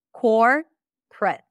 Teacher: you may reduce the middle syllable completely, like memory, family, restaurant.